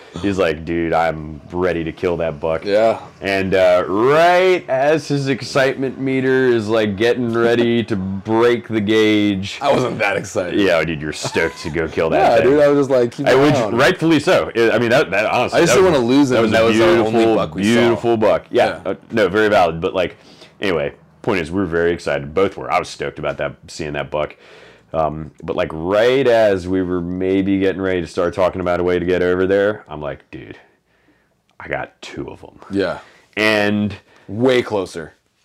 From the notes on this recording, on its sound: Live from Kodiak in the legendary Shelikof lodge right after the hunt. Please excuse the crunchy audio, it was about 11 pm, we were still beat from 6 hard days in the bush and I didn’t remember to turn down the audio gain on my wireless mics!